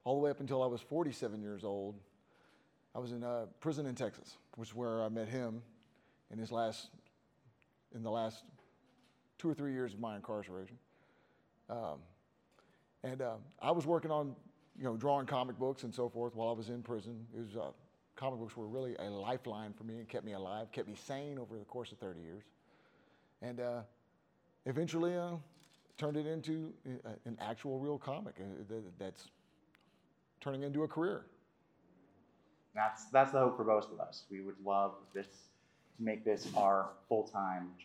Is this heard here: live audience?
yes